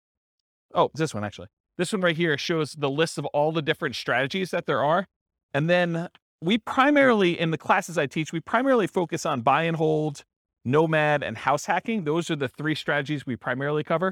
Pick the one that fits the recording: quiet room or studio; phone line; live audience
live audience